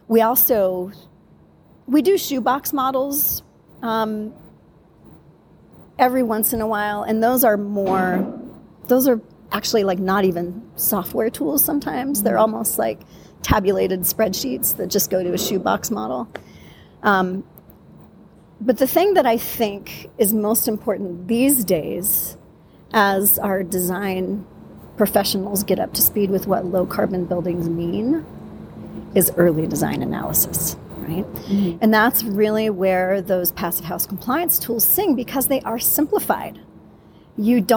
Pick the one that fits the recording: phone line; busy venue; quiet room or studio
busy venue